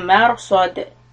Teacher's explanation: ra sukun preceded by fatha heavy and dal when we stop will be qalqala